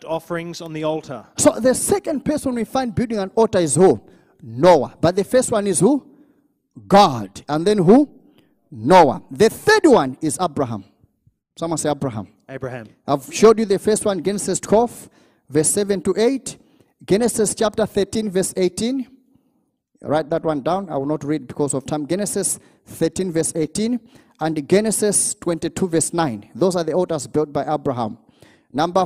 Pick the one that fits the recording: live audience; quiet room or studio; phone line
live audience